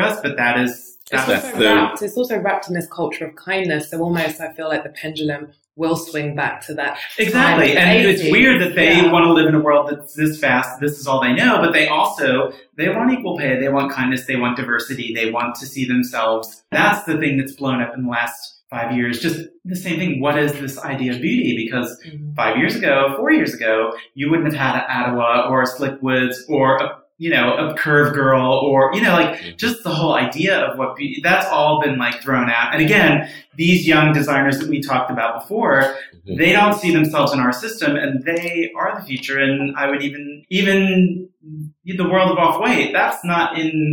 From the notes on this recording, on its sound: Please excuse the echo effect in this issue!